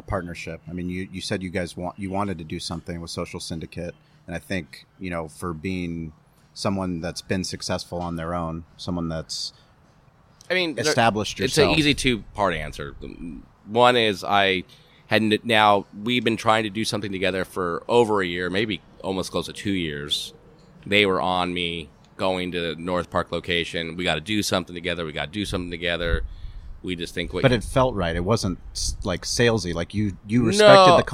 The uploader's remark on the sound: Podcast recorded live on the main stage at Grand Ole BBQ y Asado in Flinn Springs, California.